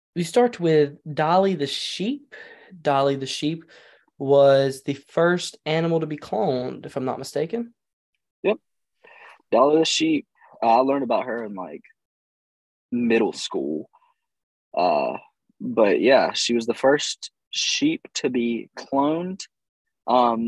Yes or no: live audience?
no